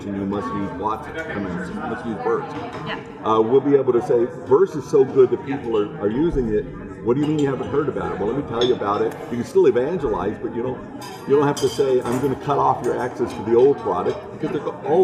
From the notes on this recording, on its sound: live at IBM InterConnect